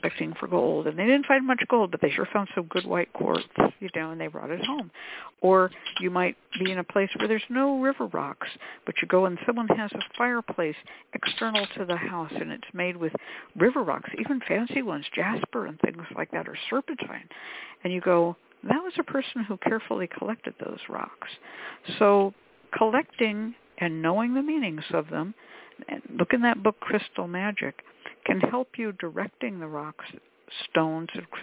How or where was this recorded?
phone line